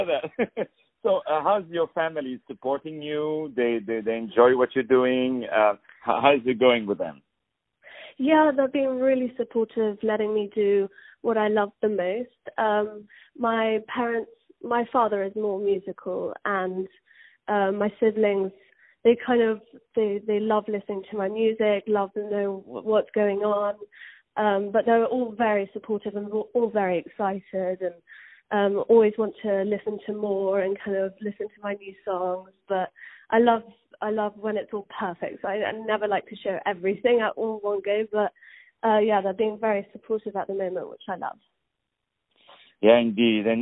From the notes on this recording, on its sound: On the phone.